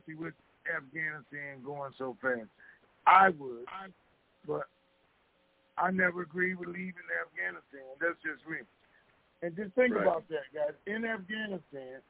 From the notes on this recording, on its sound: TNTSuperfantastic Conference Call